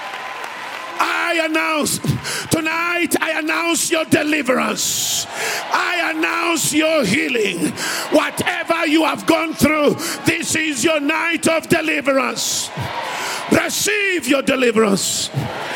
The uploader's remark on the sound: preached at Grace Bible Church Pimville on the 12th of August 2022